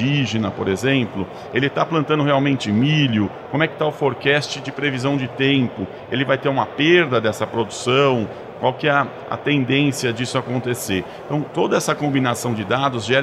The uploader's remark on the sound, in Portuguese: gravada no Futurecom 2023